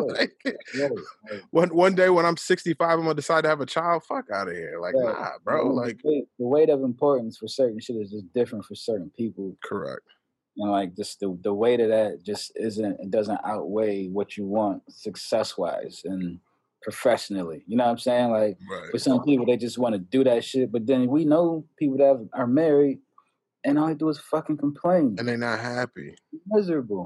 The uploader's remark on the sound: in one zoom room